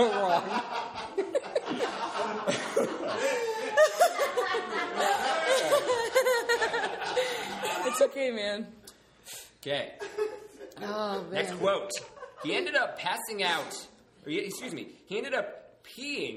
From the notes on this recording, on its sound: Getting laughs from a live audience and being flanked by some other incredible past guests along the way.